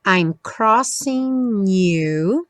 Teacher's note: o G do crossing não é pronunciado. Juntou o N no U.